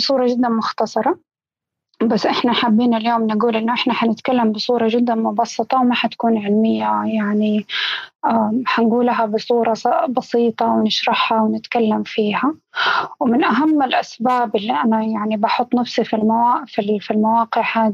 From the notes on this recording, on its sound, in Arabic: تسجيل لمساحة ابن رشد الأسبوعية على منصة تويتر.